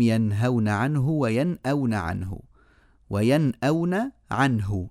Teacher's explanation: النون الساكنة من الحروف الذلقية يعني طرفية كلها طرف اللسان مع اللثة العليا · Term: الإظهار المطلق